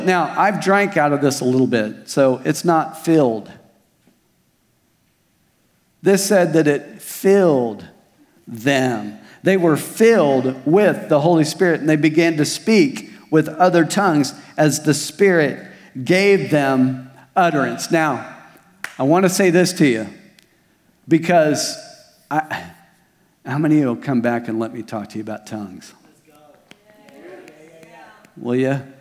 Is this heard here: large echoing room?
yes